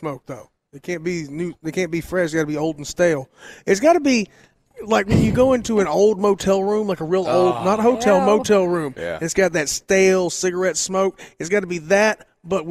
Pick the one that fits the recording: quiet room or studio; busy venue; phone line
busy venue